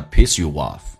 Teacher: 我们来看一下所有听力跟口语的秘诀。那么首先红色字体在这一段话当中属于非实义词汇，所以用降调速度快，而且还有很多些弱化现象。来看一下 If someone piss youoff， piss off 指的是生气的意思，如果有一些人让你很生气，惹怒了你。来看一下 if 降调读变成 if，点一下 if someone piss youoff， piss 生气， youoff，来看一下中间可以加一个连音，不是加我就是加也，在元音跟元音之间的连音